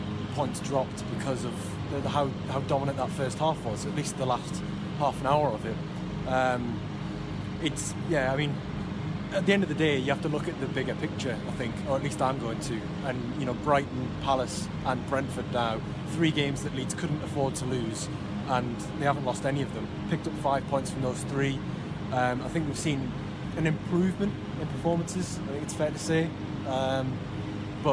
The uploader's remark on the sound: Live from Elland Road.